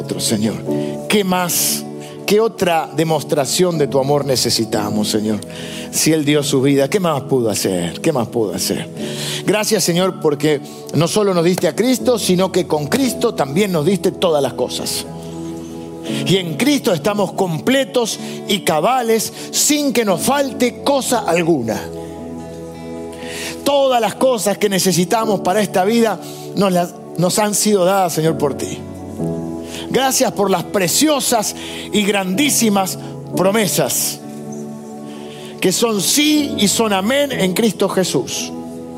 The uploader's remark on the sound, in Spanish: grabada en vivo en el auditorio de Iglesia del Salvador